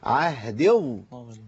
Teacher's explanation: عند الوصل سقطت الياء لالتقاء ساكنين، تخلص من التقاء ساكنين لاسقاط حرف المد، اقول ايه؟